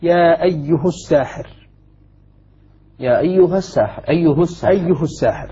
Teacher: يريد أن يقول لنا الشيخ هنا رحمه الله أن ابن عامر الشامي إذا وصل هذه الكلمات، وحقها أن توصل طبعا لأنها ليست موضع بدء، ليست موضع وقف، يصلها بضم الهاء